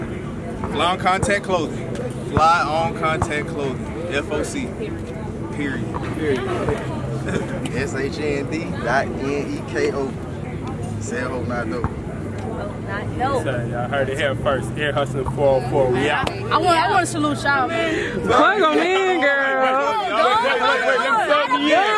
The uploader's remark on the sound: We're Live At Central Park School Drive.